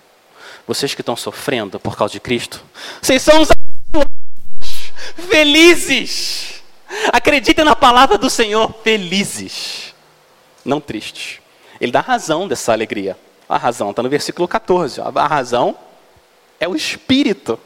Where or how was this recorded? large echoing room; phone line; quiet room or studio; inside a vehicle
large echoing room